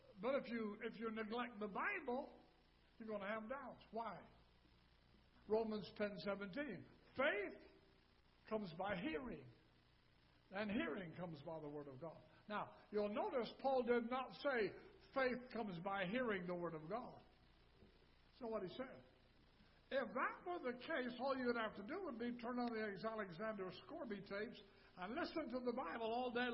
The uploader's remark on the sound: Ketha Heights Baptist Church ~ Live Broadcast